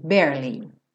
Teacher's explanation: Nesse barely, o E do meio não é pronunciado. Então você enrola a língua para o R, bear, e já vai para o li, barely.